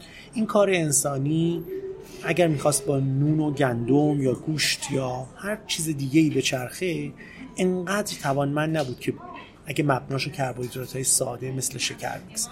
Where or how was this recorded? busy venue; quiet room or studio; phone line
busy venue